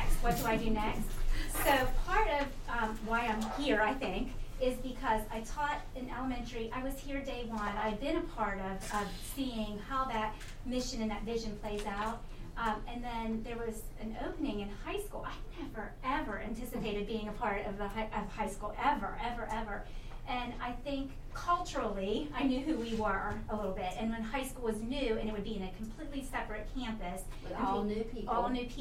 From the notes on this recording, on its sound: We actually recorded this at one of our Regional Charter School Consortium meetings. You will hear many voices asking the questions, and also hear some responses from other members of the administration.